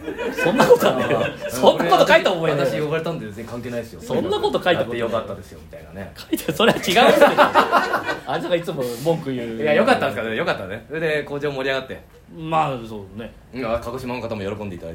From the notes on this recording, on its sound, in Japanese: 公開収録。